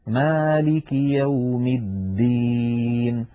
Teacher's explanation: فلا بد من بيان الدال مالك يوم الدين، ولا نجعلها يوم التين قريبة من التاء